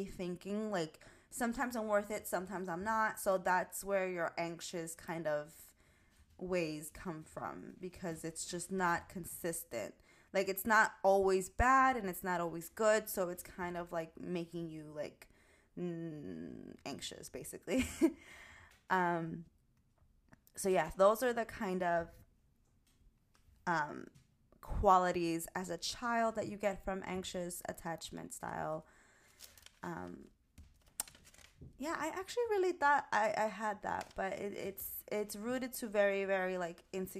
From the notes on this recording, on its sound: Volume up! My recording seems low.